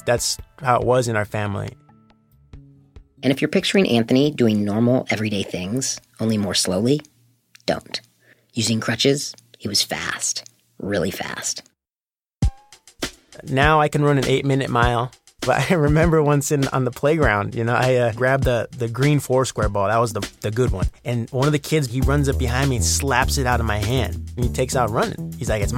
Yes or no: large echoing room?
no